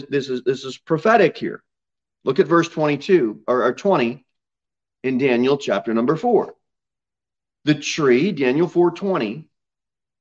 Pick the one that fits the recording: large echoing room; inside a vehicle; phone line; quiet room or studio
large echoing room